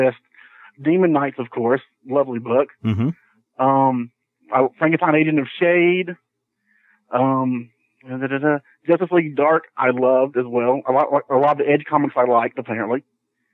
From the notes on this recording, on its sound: More phone calls from Major Spoilerites as the discussion of the New 52 continues.